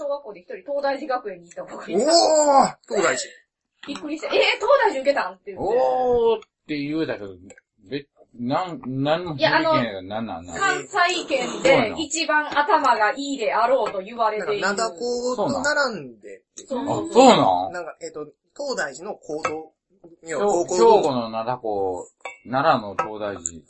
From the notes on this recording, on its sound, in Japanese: ごはんを食べながら収録してますので、もぐもぐ音が多量に発生しておりますので。